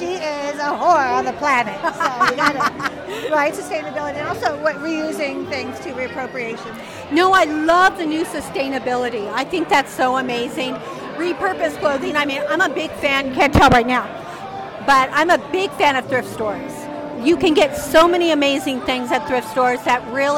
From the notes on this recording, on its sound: Live From The Hotel Edison Times Square Chronicles Presents.